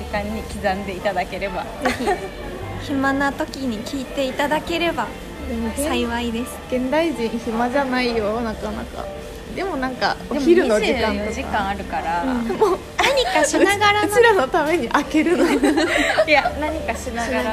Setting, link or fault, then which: fault, background noise